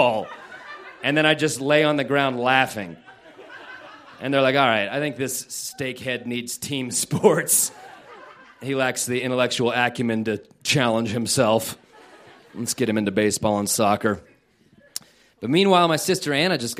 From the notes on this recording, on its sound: This story was recorded live on 16 December 2015 at Buntport Theater in Denver, Colorado; the theme of the evening was "Siblings."